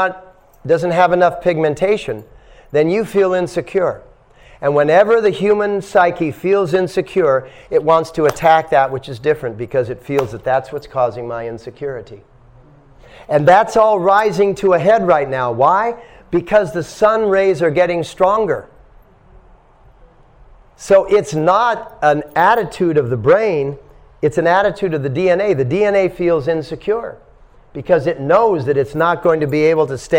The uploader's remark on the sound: At The Dharma Temple – Vancouver